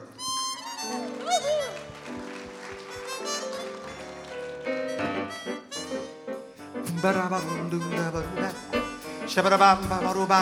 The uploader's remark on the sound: Live at the South Point